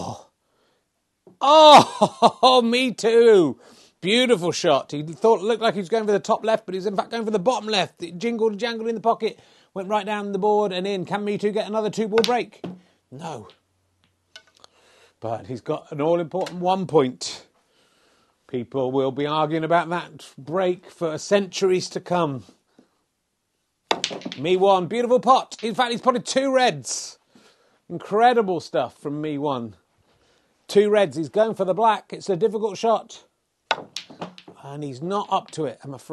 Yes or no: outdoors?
no